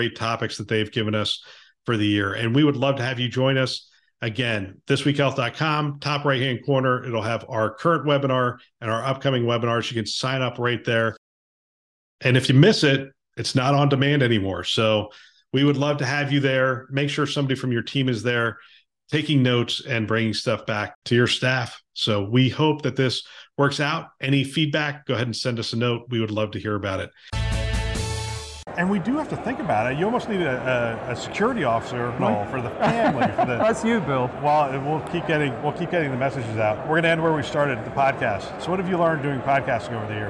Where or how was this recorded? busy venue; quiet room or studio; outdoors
busy venue